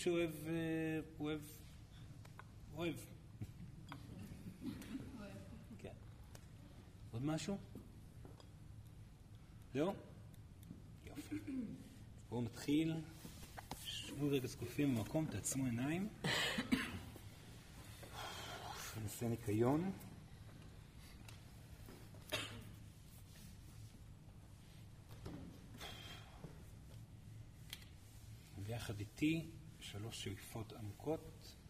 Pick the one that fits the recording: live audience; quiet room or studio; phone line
live audience